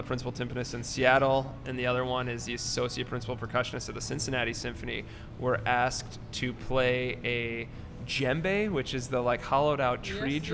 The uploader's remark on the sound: Recorded at Fools & Horses on Boadway, Winnipeg